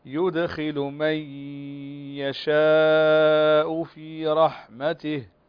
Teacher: من يشاء نون ساكن وبعدها الياء والياء من حروف الإدغام بغنة